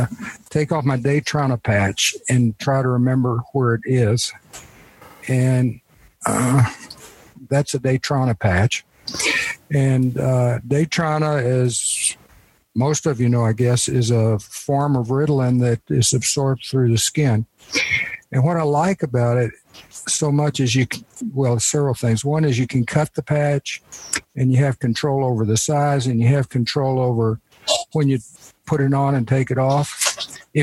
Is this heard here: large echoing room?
no